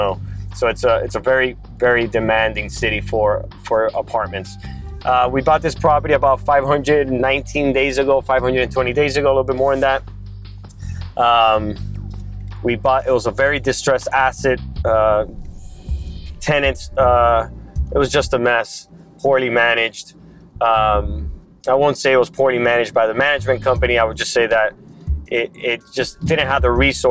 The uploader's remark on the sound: I had to record this blog while driving, so join me for my podcast on the road!